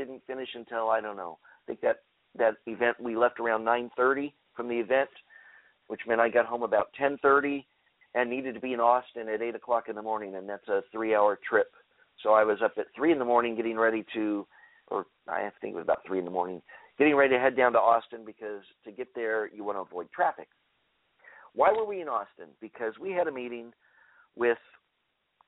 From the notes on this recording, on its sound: Today's episode will be open phone lines. We'll open up for phone calls right away.